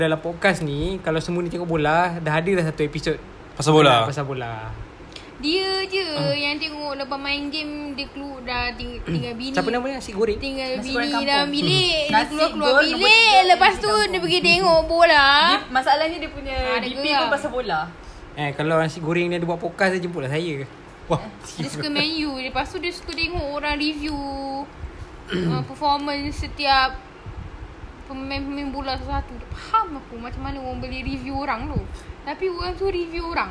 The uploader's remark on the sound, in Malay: Maaf, as usual kami record sambil lepak, kuat sngt pula bunyi kunyah keropok roda dan plastik dia.